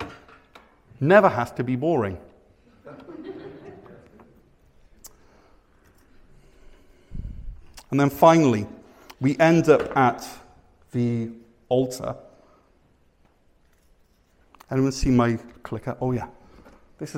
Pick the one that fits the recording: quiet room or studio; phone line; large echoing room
large echoing room